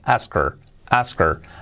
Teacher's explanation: La O casi como una A y la A casi una O porque se la come la R.